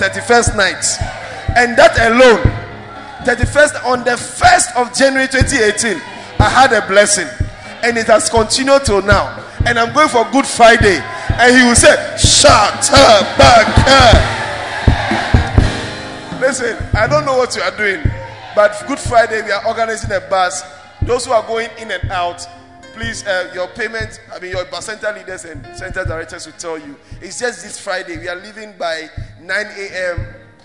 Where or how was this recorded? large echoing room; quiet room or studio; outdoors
large echoing room